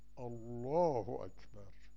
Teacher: بعد راجع به خود الله اکبر فرمایند که کما ان الاهوت تفخیم اللام، الله اکبر لام را تفخیم بکنه